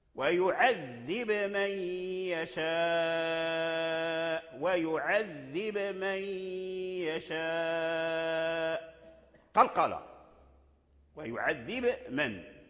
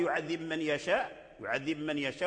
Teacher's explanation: فوارس أخذ عن شيخه نافع بالإظهار، أي إظهار الباء عند الميم، وإذا أظهر الباء عند الميم لا بد من قلقلة الباء · Shown in: first take